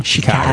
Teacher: si dice Chicago, la A è molto aperta